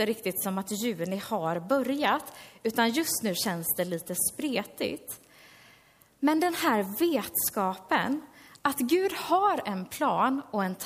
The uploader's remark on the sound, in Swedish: Inspelad under gudstjänst i Löfstadkyrkan i Tranås